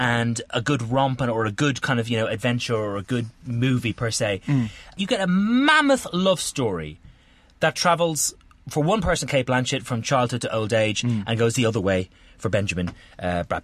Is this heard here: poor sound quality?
no